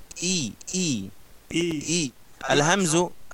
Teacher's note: الهمز من أقصى الحلق، فلا بد وأن يخرج كأنه سكين